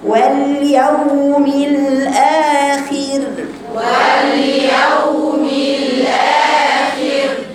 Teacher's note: شايفين واليوم موجودة على اللام موجودة على الواو، بس اللام فيها توسط، ما تقطعيش وتقولي واليوم، وكمان الواو فيها سكون يعني فيها رخاوة، صوتها طويل تاخديها بسلاسة